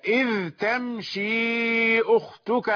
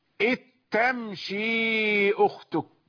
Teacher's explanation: أين الذال؟ أدغمت، لا نسمعها، أدغمت في التاء · Shown in: second take